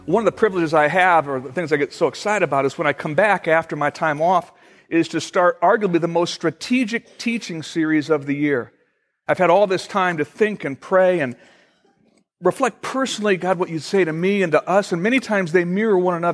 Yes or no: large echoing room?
yes